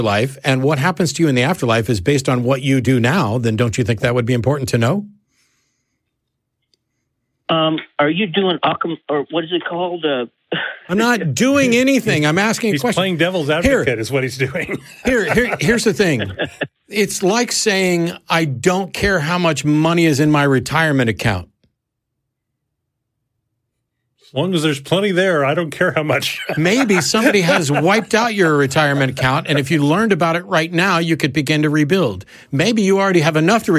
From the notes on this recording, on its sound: The Atheist Experience is a weekly Internet television show based in Austin, Texas geared at a non-atheist audience. Every week we field live calls from atheists and believers alike, and you never know what you're going to get!